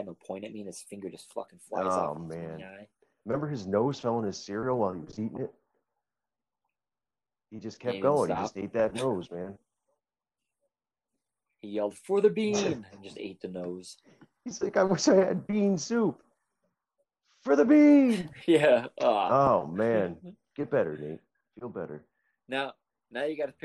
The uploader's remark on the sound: This episode will sound a bit different. I am recording remotely with a friend back home.